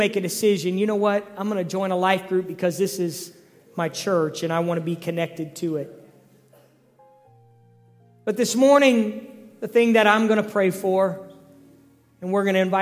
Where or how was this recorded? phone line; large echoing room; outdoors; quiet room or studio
large echoing room